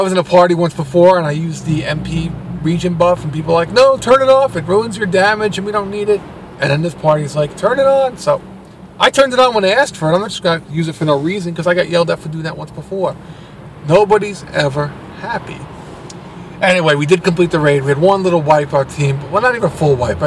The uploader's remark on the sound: Recording In Traffic. Got stuck in some major traffic so decided to try recording while moving at a snails pace.